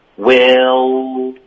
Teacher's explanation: 那结尾的 L 的音要注意别动嘴唇。 Will L-L 是靠舌头的动作。